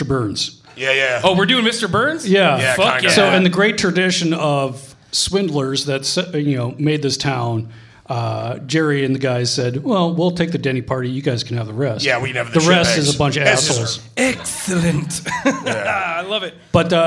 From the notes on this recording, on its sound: Live from the Rendezvous. Recorded with the History Boiz podcast!